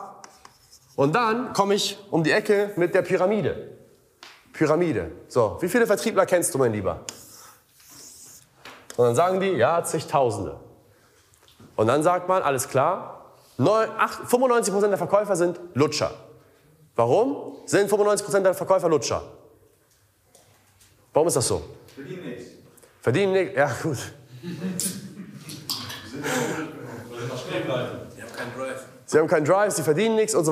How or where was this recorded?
live audience